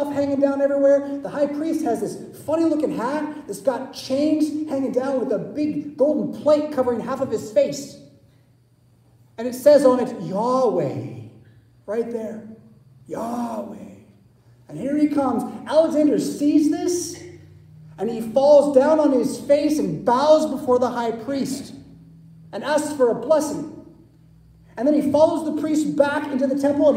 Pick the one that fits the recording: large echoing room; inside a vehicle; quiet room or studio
large echoing room